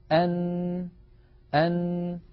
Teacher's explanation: فيتحول الصوت عن طريق التجويف الأنفي وهو ما يسمى بالخيشوم، فيخرج الصوت عن طريق فتحتي الأنف